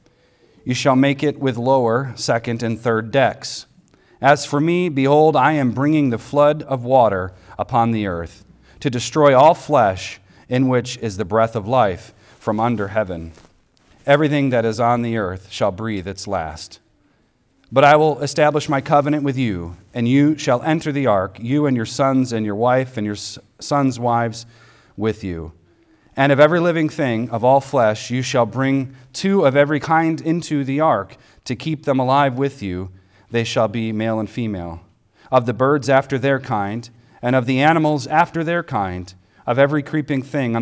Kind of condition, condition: setting, large echoing room